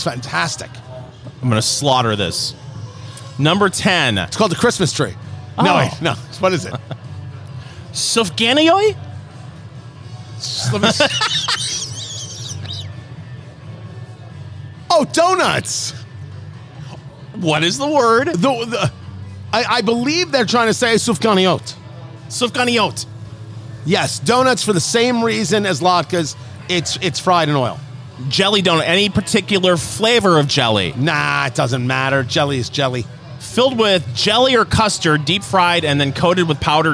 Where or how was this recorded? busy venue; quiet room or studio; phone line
busy venue